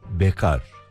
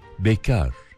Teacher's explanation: evlenmemiş kişi anlamında kullandığımız bekarda K sesi ince, A sesi uzun okunuyor. · Shown in: second take · Müzik terimi olan bekarın K sesi kalın, A sesi de kısa söyleniyor.